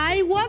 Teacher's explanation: Tot i que la paraula aigua pareix que tinga quatre vocals, realment només en té dos, les dos que fan de nucli de síl·laba, que són la A i la A. · Term: diftong